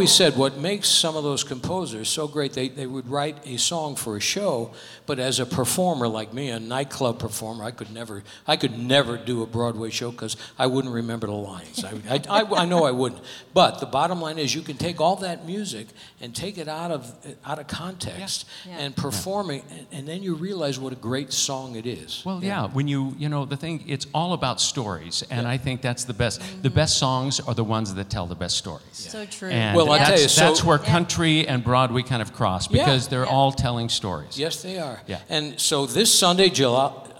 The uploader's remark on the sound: Live at the SouthPoint Casino